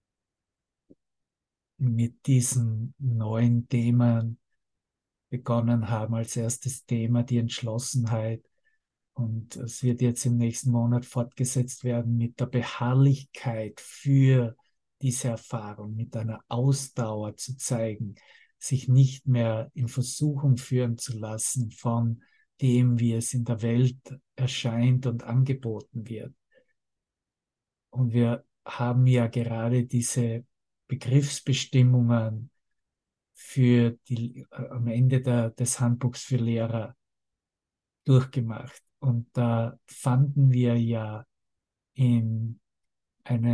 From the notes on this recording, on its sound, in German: Zoom-Session. Veranstaltet von der Aleph Akademie.